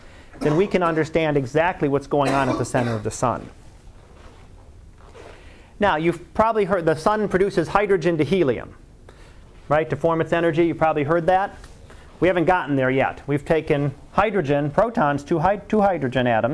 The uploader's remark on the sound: Live Class Lecture.